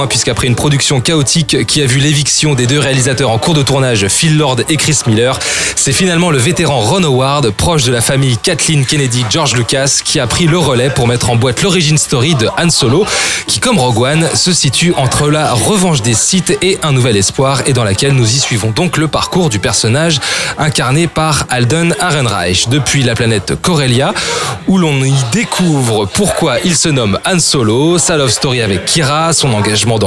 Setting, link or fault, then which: setting, busy venue